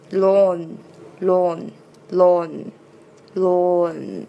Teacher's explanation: 后面呢是一个鼻音，而且是一个后鼻音